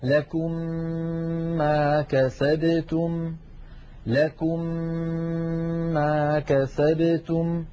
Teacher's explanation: ومن قواعد التجويد أن هذه الميم المشددة تحتاج إلى غنة طويلة، مثلا لكم ما كسبتم، لكم آخرها ميم ساكنة، ما كسبتم أولها ميم متحركة، ندغم الميم الأولى في الثانية فيصبحان ميما مشددة تنطبق عليهم الشفتان انطباقة واحدة، فنطبق على ميم ساكنة ونفتح الشفتين على ميم متحركة مع ملاحظة الغنة هكذا: لكم ما كسبتم، لكم ما كسبتم. · Term: الإدغام